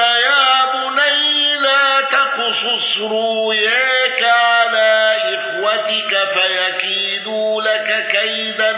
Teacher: أبو عمرو بتوسط المنفصل وإبدال الهمز